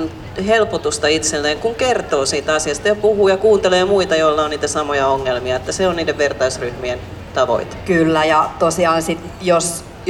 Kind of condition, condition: setting, busy venue